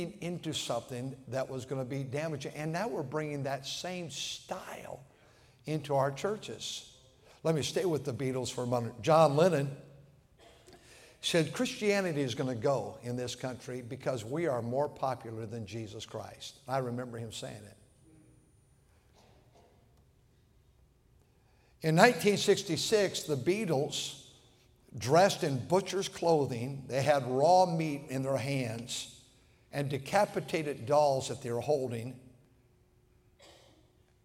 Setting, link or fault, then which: setting, large echoing room